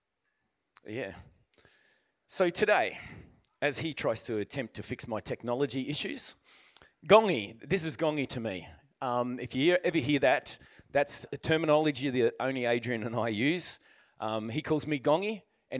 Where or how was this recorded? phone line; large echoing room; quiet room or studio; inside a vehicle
large echoing room